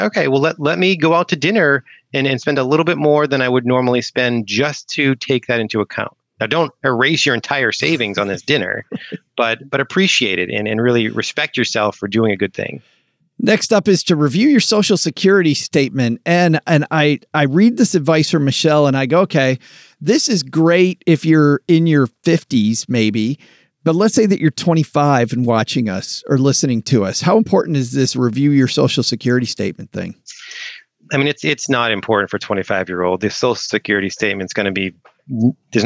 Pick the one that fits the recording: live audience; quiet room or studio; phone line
quiet room or studio